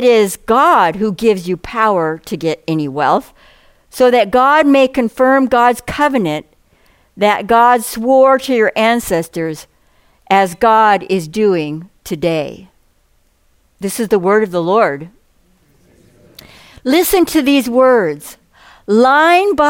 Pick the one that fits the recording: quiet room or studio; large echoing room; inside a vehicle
large echoing room